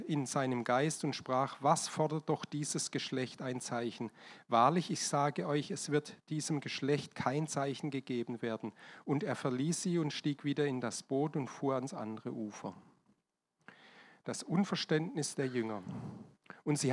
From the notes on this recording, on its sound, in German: Diese Folge wurde am Sonntag den 07.01.2024 in der Gemeinde Kaleo Schopfheim aufgenommen.